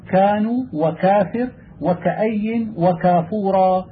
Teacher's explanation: الكاف تخرج من المخرج الثاني من مخارج الفم بعد القاف مما يلي الفم، وهي مهموسة شديدة